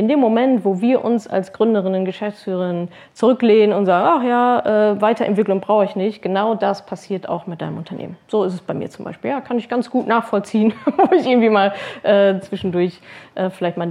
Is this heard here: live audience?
yes